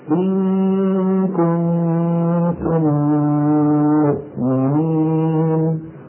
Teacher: هذه النون المخفى والميم المخفى غنتها غنة كاملة، ولكنها أقصر بقليل من غنة النون والميم المشددتين